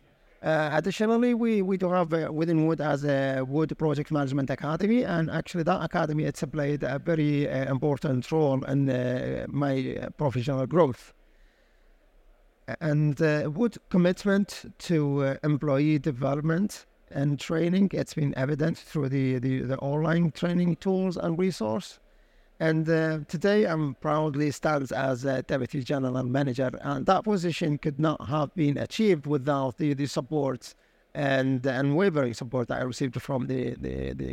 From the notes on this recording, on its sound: Recorded live at ADIPEC 2023.